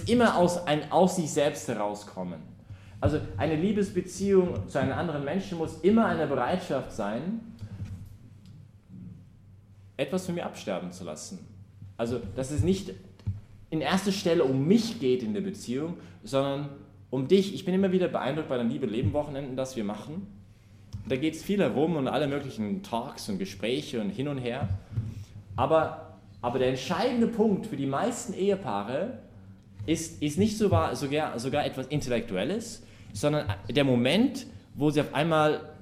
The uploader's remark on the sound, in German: Die Predigtserie findet innerhalb der "BeFree Messe für junge Erwachsene" im Zentrum Johannes Paul II.